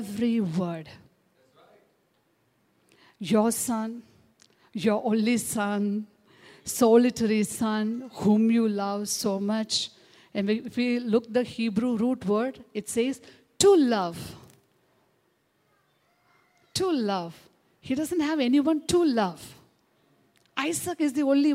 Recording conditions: large echoing room